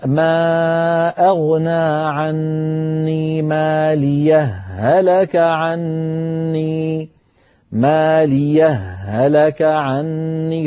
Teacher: فالذين يدغمون يقولون: ما أغنى عني ماليه، هلك عني ماليه، هلك عني، فيدغمون الهاء في الهاء. والذين لا يدغمون لابد أن يسكتوا سكتة لطيفة بين الهائين هكذا: ما أغنى عني ماليه، هلك عني سلطانيه، فيفصلون بين الهائين بسكتة خفيفة دون زمن التنفس.